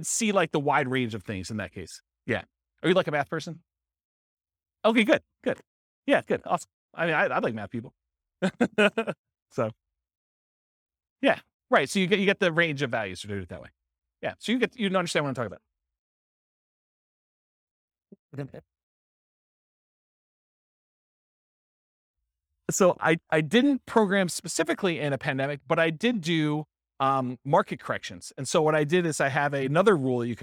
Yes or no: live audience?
yes